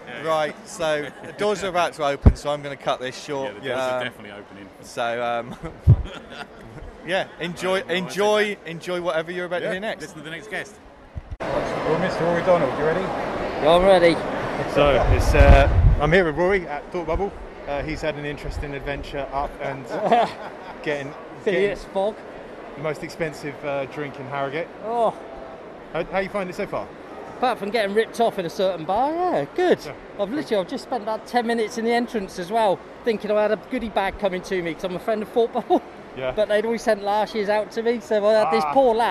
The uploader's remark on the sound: Live from Thought Bubble 2021! Live from the convention floor (and a bit of a hotel room - oh my), its the Awesome Comics Podcast Thought Bubble 2021 special!